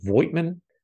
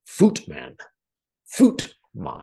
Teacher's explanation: The V is sharp like an F, and the I is silent. · Shown in: second take · Something like Footman.